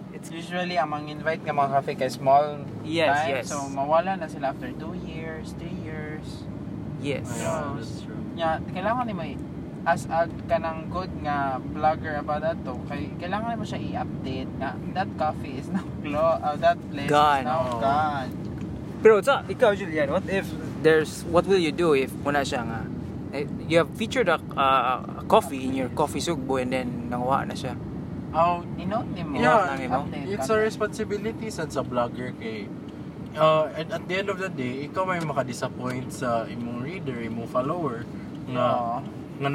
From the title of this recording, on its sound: Content Creator talks in a car #3 (Carcast)